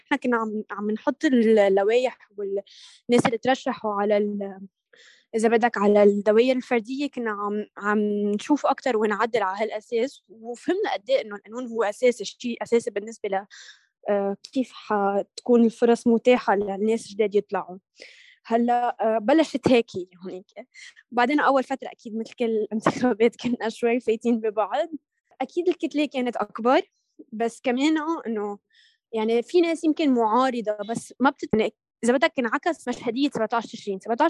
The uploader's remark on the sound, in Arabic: تمّ تسجيل المقابلات مع الضيوف عبر تطبيق زووم نظرًا لصعوبة التنقلات وتوفيرًا لوقت الضيوف.